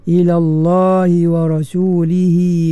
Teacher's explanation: lam pada lafzul jalalah hendaklah ditebalkan